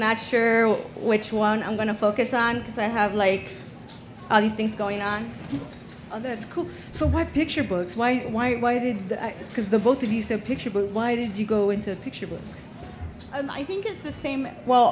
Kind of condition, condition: setting, busy venue